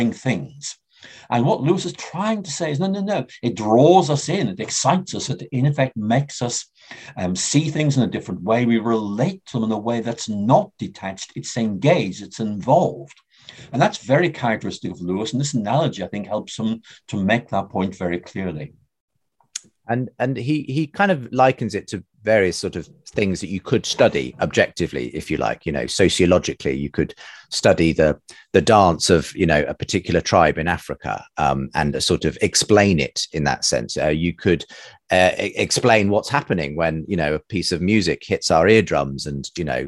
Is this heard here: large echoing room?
no